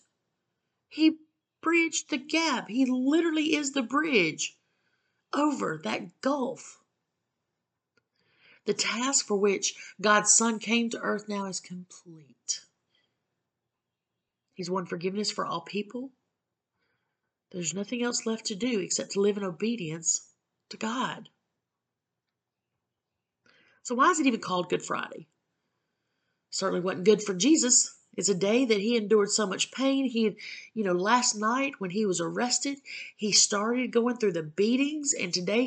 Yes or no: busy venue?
no